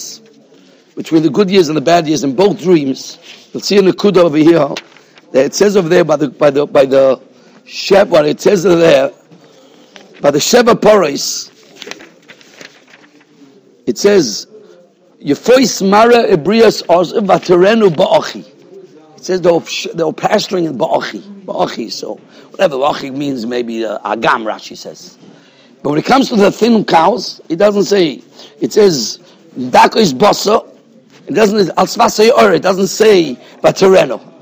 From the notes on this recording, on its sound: Shiur recorded in Yeshivas Ohr Reuven, Monsey, NY.